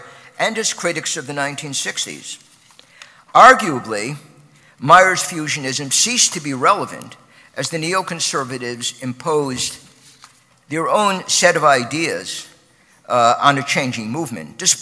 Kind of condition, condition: setting, live audience